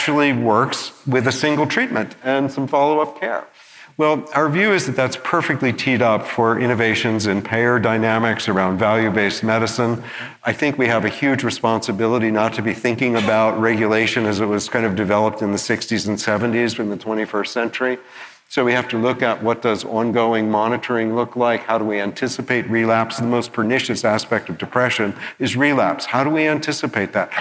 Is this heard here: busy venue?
yes